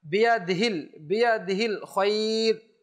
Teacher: বিয়াদিল অনেক সময় হা উচ্চারণই করে না, অভ্যাস না করার কারণে, খেয়াল না করার কারণে।